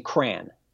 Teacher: it is not uncommon from the parts I am to say crayon, where it becomes one syllable.